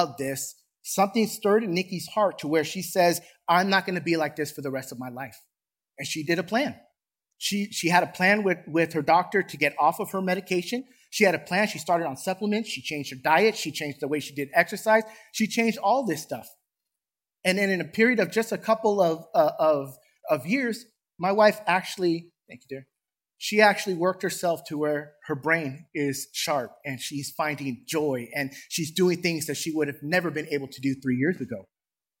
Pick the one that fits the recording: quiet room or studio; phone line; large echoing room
large echoing room